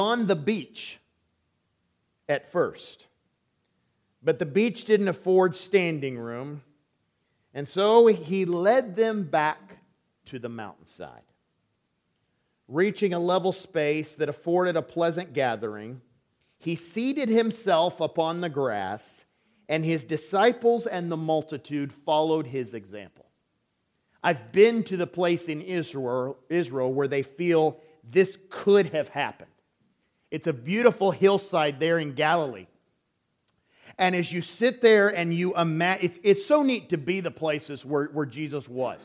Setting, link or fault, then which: setting, large echoing room